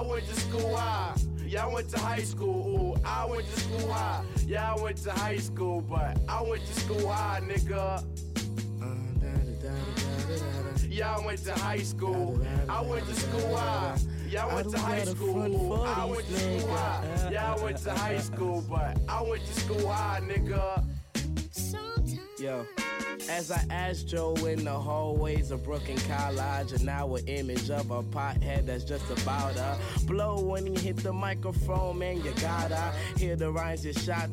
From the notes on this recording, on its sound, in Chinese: 感谢牛啤堂NBeerPub提供录音场地和酒水支持。